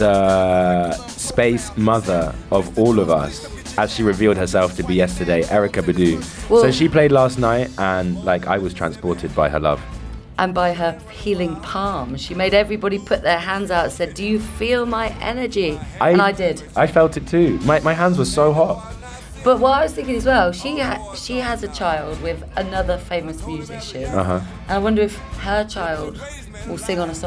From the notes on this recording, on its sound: Primavera Sound Special. Recorded their show live from the festival.